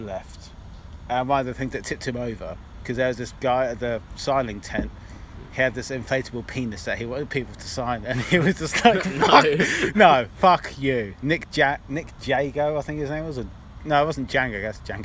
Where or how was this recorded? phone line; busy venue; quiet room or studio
busy venue